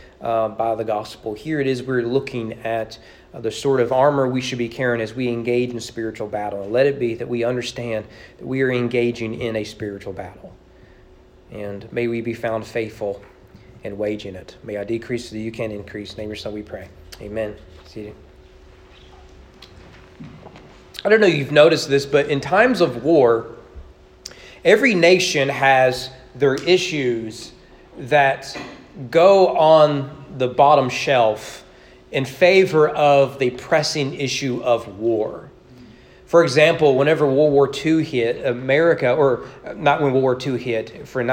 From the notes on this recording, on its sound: Sermon preached at East Frankfort Baptist Church on Sunday evening October 23, 2022.